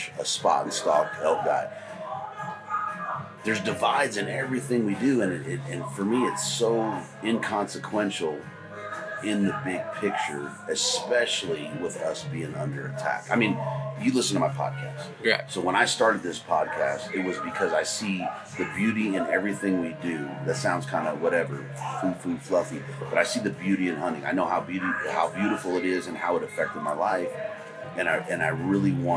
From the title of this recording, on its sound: Live From Western Hunt Fest